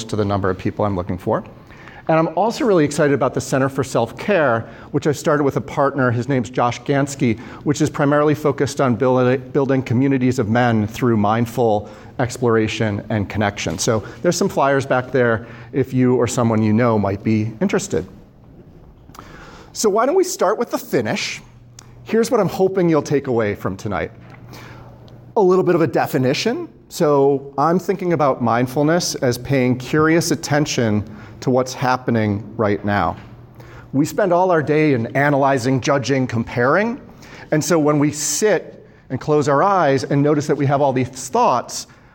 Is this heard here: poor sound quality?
no